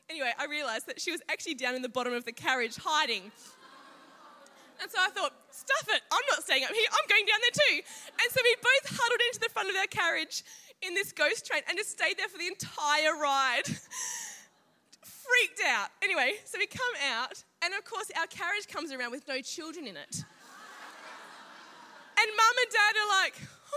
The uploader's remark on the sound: Saturday morning message from Confidence Women's Conference 2019.